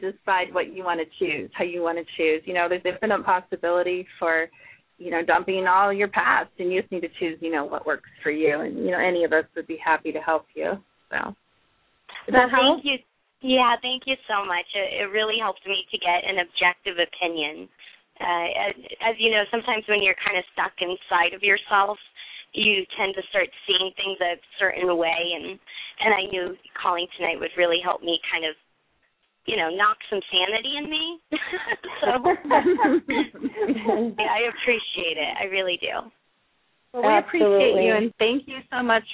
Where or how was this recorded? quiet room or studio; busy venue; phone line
phone line